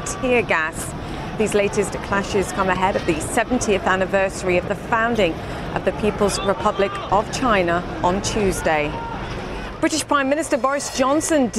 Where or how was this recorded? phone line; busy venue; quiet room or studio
busy venue